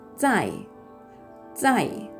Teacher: 第4声上から下に急降下する音になります